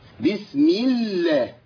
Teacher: لام اسم الجلاله اذا سبقت بكسر يبقى اللامين الاثنين يرققوا